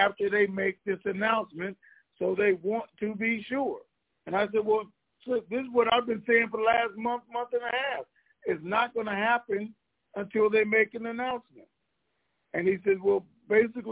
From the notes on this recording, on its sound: TNTSuperfantastic Conference Call